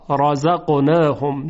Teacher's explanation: چون حرف را فتحه داره تفخیم میشه را، یعنی هیچ وقت نمیگیم رزقناهم، ترقیق نمی کنیم، اون رو با صدای درشت تلفظ میکنیم، رزقناهم.